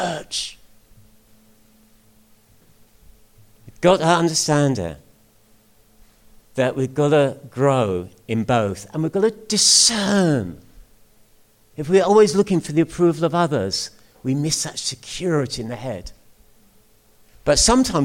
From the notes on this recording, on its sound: At King's Church, Cockermouth, as an audio file.